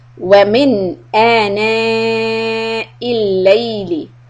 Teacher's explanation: So here the min is اظهار. So we say it clearly and hold the mad متصل of 3 to 5 harakat.